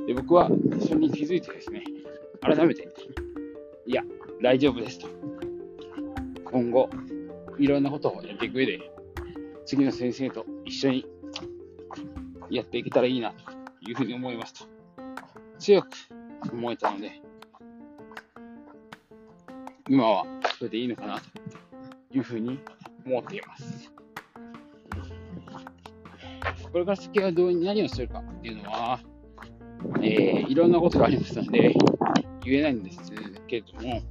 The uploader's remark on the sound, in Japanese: 歩きながら適当に話してます